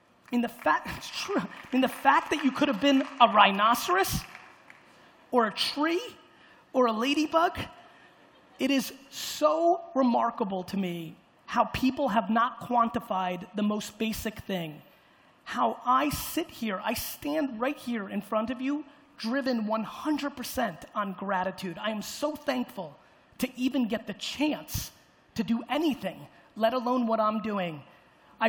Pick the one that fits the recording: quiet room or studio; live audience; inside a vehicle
live audience